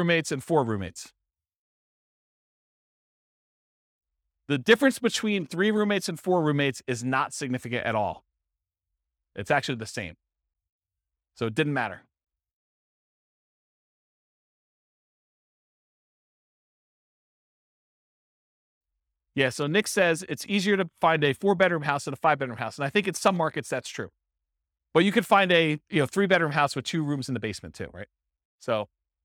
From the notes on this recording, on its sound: This was a live class recorded